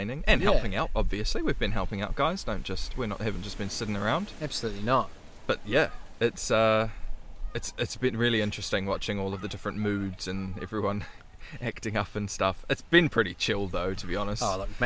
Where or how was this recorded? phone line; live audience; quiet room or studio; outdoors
outdoors